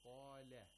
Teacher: The lam in qala is pronounced with tarqiq, even though it has a fatha.